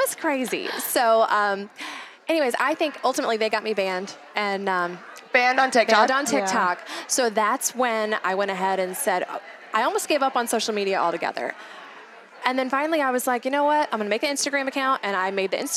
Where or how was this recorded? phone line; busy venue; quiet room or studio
busy venue